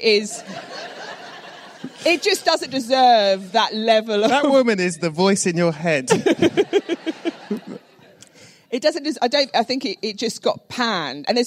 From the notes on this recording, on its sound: This one was recorded LIVE on location at the BFI, at the Southbank in London